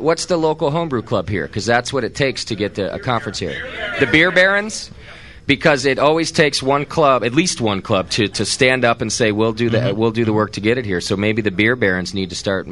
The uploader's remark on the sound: To help celebrate the grand opening of Northern Brewer's newest Midwest location. Live show from the new store.